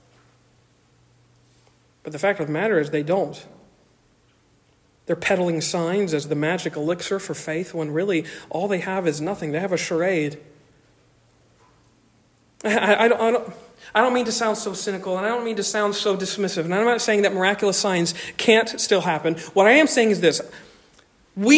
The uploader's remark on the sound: Originally delivered on 24 September 2023 at Stonington Baptist Church, Paxinos, PA